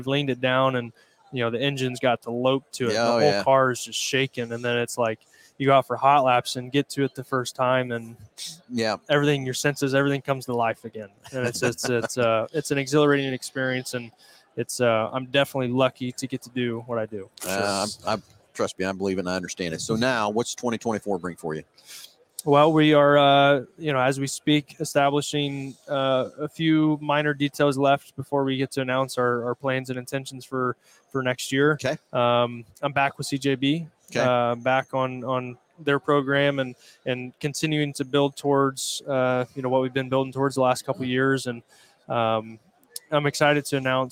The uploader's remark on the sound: Live from PRI Trade Show in Indianapolis, IN.